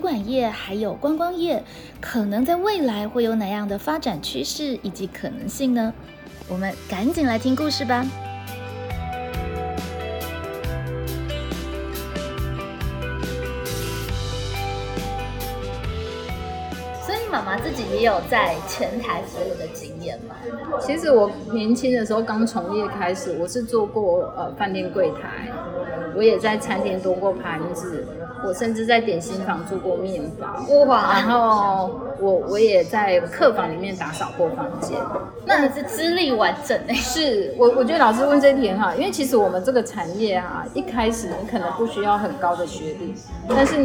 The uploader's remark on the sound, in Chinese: 本集錄音現場環境較為吵雜，但內容精彩難以割捨，因此已盡量作最大降噪的處理